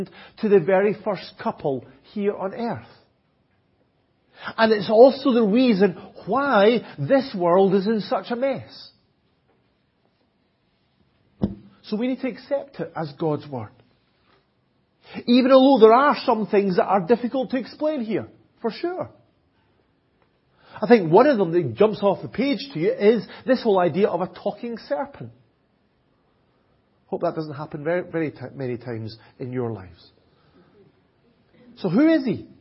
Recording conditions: large echoing room